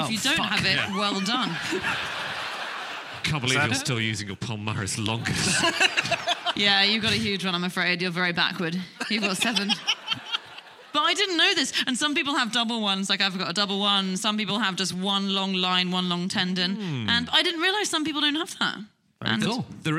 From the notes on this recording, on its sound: Live from Aberdeen